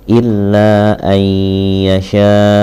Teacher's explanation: Jadi dibaca dengan idgham bigunah